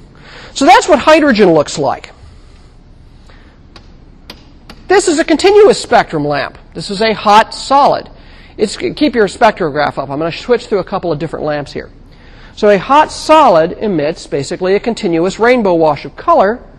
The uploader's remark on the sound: For podcast listeners, the last portion of the class is the demo, for which we do not unfortunately have the resources to videotape. In 1000 McPherson Lab on the Columbus campus of The Ohio State University.